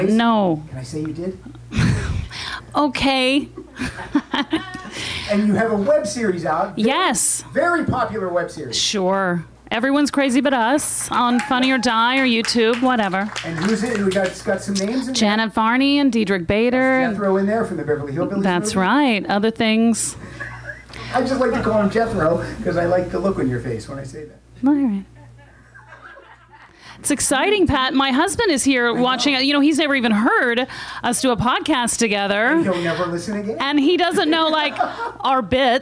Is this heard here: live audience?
yes